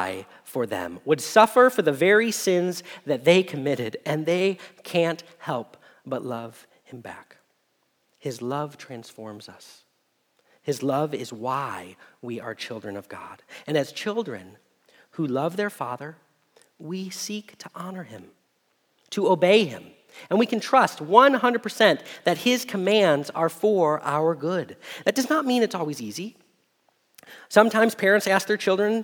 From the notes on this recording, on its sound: Message Preached at Valley Creek Church